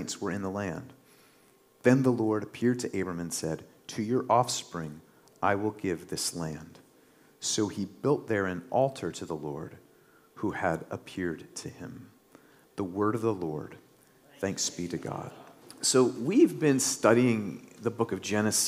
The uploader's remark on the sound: delivered this sermon during our March 12, 2023, Sunday worship service